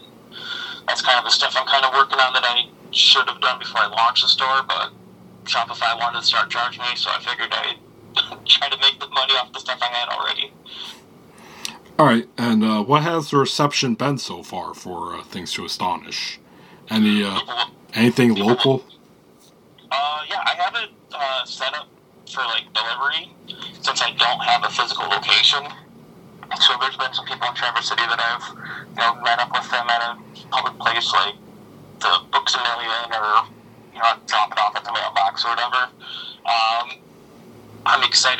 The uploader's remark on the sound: Recorded at via phone in Grand Rapids, Michigan, and Traverse City, Michigan, on Wednesday, July 12, 2023.